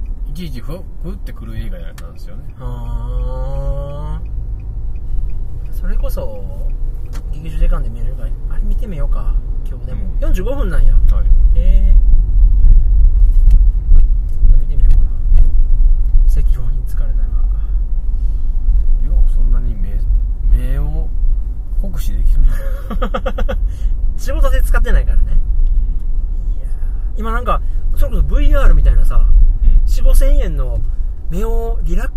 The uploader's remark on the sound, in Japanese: ラーメン食べた帰り道に収録しました。